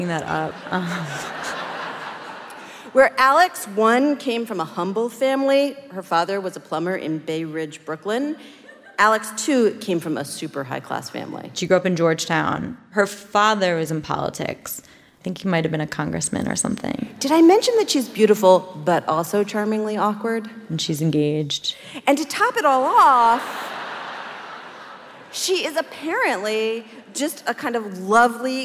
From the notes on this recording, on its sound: Invisibilia Live with Story District. Our first live event!